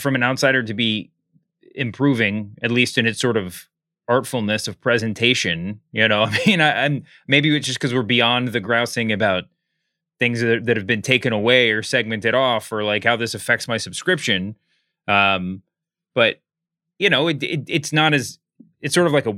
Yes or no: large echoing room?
no